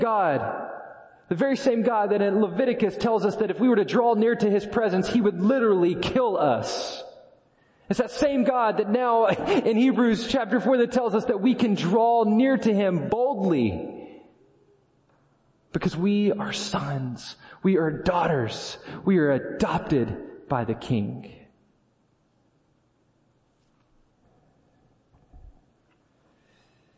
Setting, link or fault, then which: setting, large echoing room